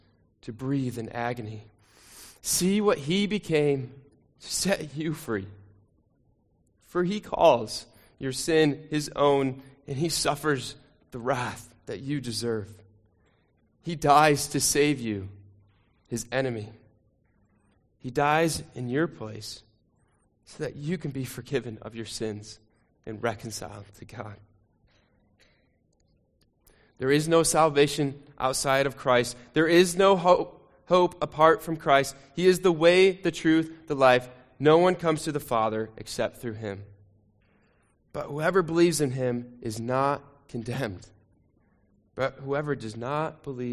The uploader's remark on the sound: Sermon recording from Sunday 2 Jul 2023